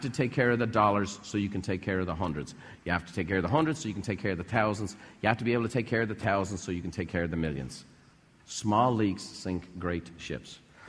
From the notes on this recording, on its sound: In this episode, recorded live at a Buffini & Company event.